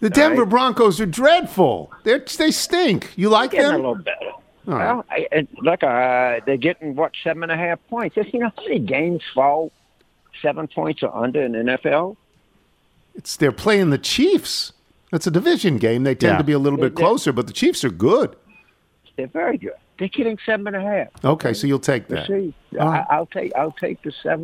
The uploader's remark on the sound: phone in with their weekend picks